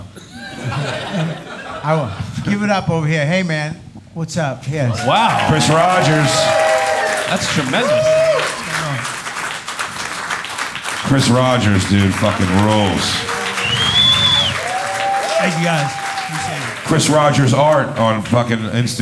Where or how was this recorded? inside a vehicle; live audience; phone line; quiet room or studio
live audience